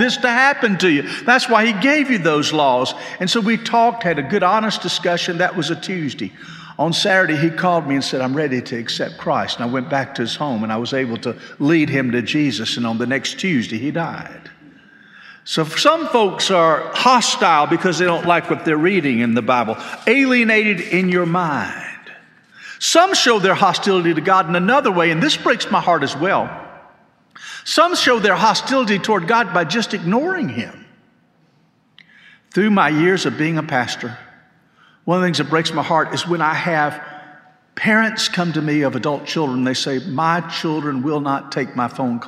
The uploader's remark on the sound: This sermon was delivered on April 23, 2023 at First Baptist Church Hendersonville, NC.